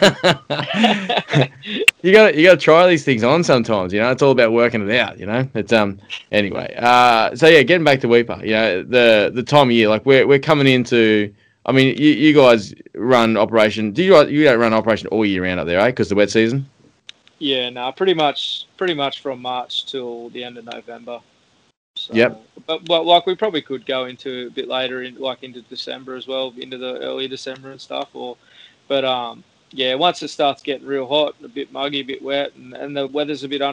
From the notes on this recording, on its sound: we call into tropical Cape York